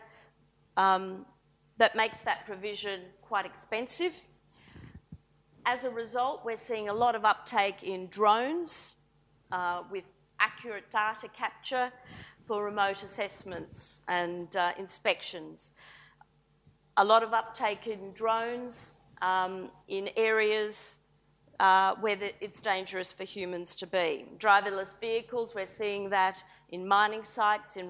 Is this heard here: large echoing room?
yes